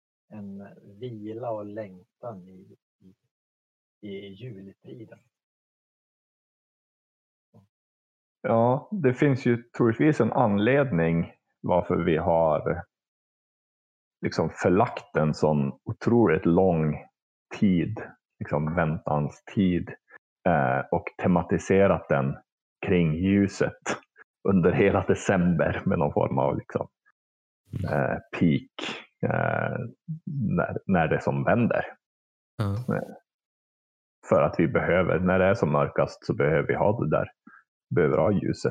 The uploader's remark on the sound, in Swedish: På distans över discord. Vi ber om överseende med ljudkvaliteten.